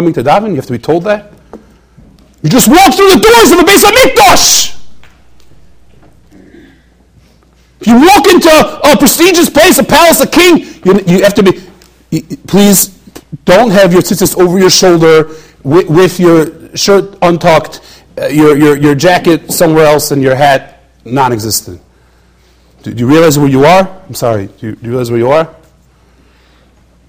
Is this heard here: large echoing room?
yes